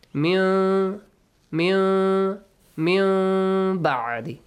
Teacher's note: Changing the sound of nun into hidden mim sound. Hide the mim sound. · Term: iqlab